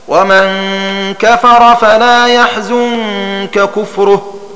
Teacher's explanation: ونتعرف على المعنى فنقول: قد أظهر رواة الإدغام عن السوسي كاف يحزنك، ولم يدغموها في كاف كفره في قوله تعالى في سورة لقمان: ومن كفر فلا يحزنك كفره، ثم علل إظهارها بأن النون أخفيت عند الكاف فانتقل مخرجها إلى الخيشوم فيصعب التشديد بعدها فامتنع إدغامها.